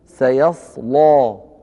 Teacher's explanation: الأمر الأول أن اللام فيها مفخمة لأن ورشا يفخم هذه اللام حسب قاعدة سنذكرها في المستقبل بإذن الله فيقول سيصلى، لكنه في الوقت نفسه يقلل هذه الألف يعني يقرأها بالتقليل وهو ما يسمى بالإمالة الصغرى أو ما يعرف بإمالة بين بين فيقول سيصلى نارا، فلا يجتمع هذان الأمران.